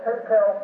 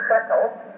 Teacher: The S-H or shin has become a T sound. · Shown in: first take